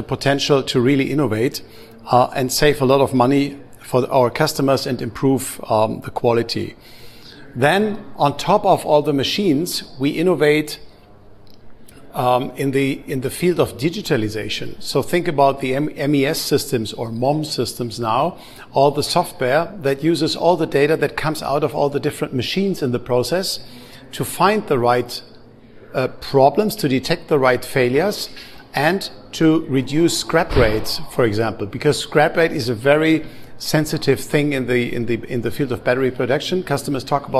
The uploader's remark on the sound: We recorded with experts from Battery Show Europe in Stuttgart. Talk with our amazing guests from the show floor at the event.